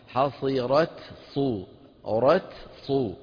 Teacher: شوفوا هون حصرت صدورهم فيها صعوبة شوي، لأنه تاء ساكنة فيها شدة وفيها همس بعدين صاد